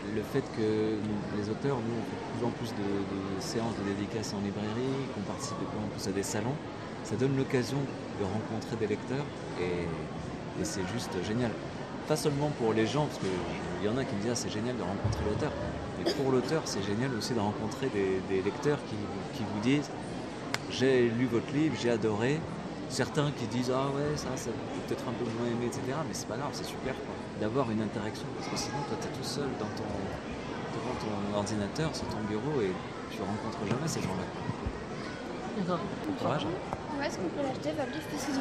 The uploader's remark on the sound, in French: Retrouvez l'émission enregistrée au coeur de l'édition 2019 de la fête du livre de jeunesse de Villeurbanne.